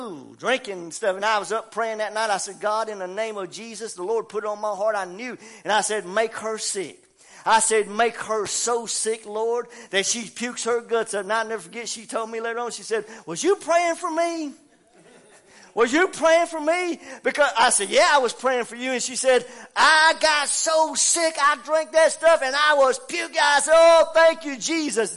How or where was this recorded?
large echoing room